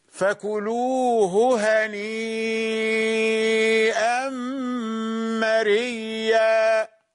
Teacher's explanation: طب والياء هنيئا، هذه الهمزة تحول إلى ياء من جنس ما قبلها، فأصبح عندنا ياء، تدغم الياء في الياء